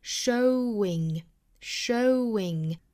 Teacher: 因为它是尾部以 o 结尾的，所以说它需要加一个半元音 w 来连贯这两个单词